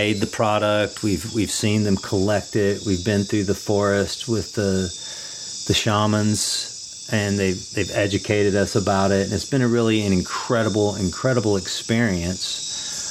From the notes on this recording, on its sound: Recorded this episode in the Amazonian jungles of Peru at Refugio Altiplano, an Ayahuasca Retreat.